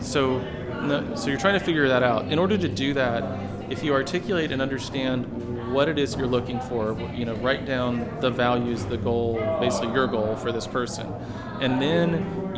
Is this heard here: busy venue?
yes